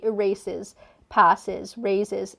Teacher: So for me, for example, I don't like how in the present tense, words that end with, like, an S or a Z sound, such as raise, pass, erase, and so forth, you have to add an extra syllable. So you have to say erases, passes, raises, and so on.